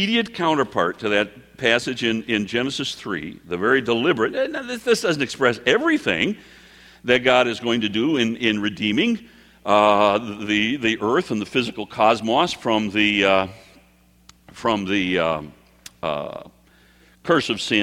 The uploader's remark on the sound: Prophetic messages given at our annual prophecy conferences.